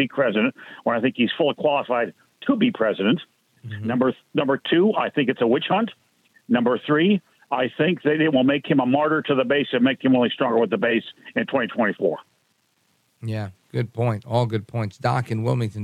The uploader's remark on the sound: we take your calls in open phones across America